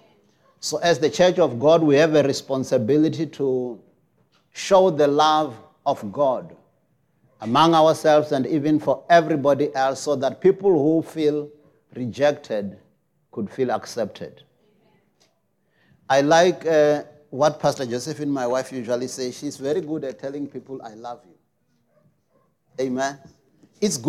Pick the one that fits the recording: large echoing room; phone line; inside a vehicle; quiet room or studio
large echoing room